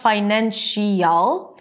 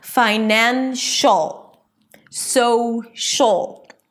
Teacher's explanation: You don't hear two vowels, the sh and the ul connect · Shown in: second take · and it feels like there is nothing in the middle there.